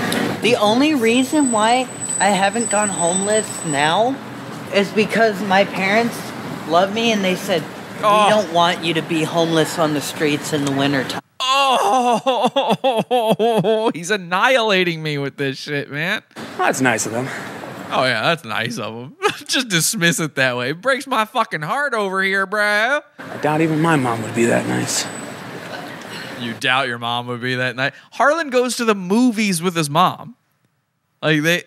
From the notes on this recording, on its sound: Livestreams while walking around downtown Santa Cruz. Theres a few minutes of missing audio as a result, just skip ahead.